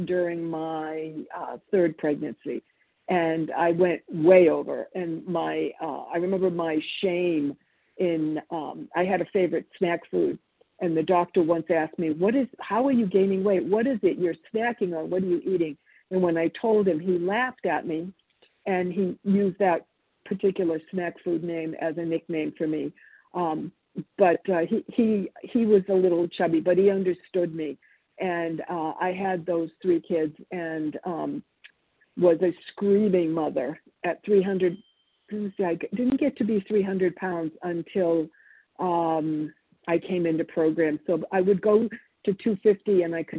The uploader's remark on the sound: 100 Pounders Phone Meeting